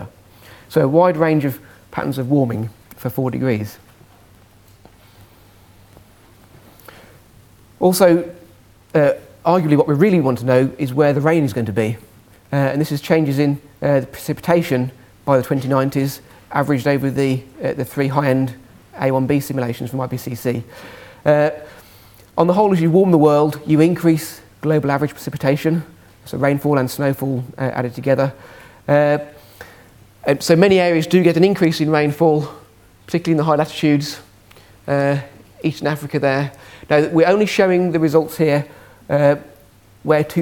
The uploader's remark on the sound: Second presentation from session 1 of the 4degrees International Climate Conference